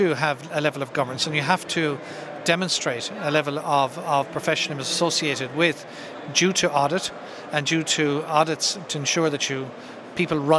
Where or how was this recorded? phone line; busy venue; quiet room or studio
busy venue